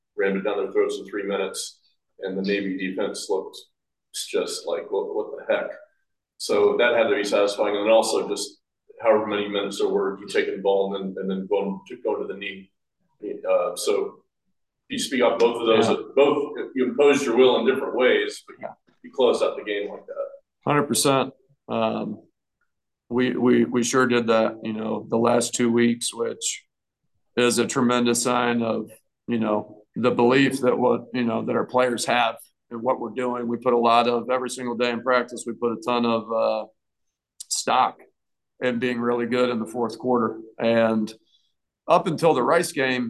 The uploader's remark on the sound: Both Bulls coordinators sit down for a chat. Assembled media on Zoom each Wednesday.